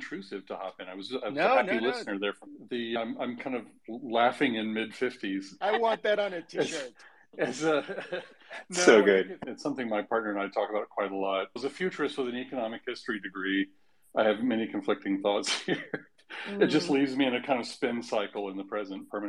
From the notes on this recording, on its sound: we hosted a Twitter Space